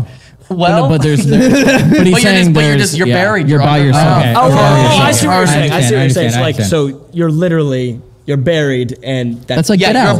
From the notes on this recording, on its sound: This episode was filmed in front of a live audience at the haunted Whaley House in San Diego on August 10, 2022. We hear true stories of past hauntings from our audience.